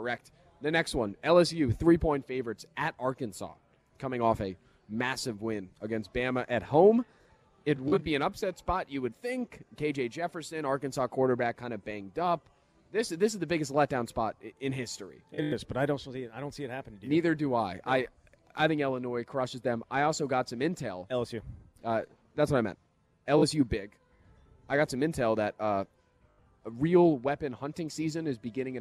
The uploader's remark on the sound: live at Monk's in Sun Praire